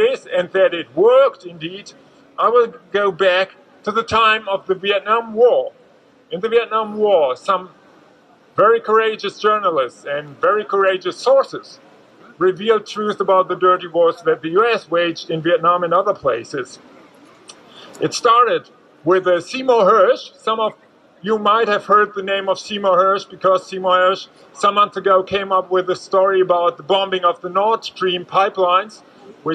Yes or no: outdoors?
yes